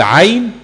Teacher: العين مفتوحة بعدها الياء ساكنة، حكم الياء حرف لين